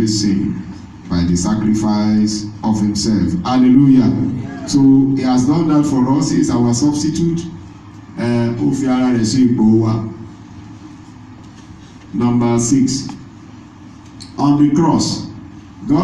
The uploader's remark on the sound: This is the message delivered on Good Friday service